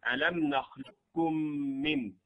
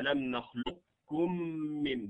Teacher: منهم من قال بأنه إدغام ناقص فيبقى استعلاء القاف · Shown in: second take